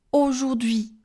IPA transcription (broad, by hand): oʒurdɥi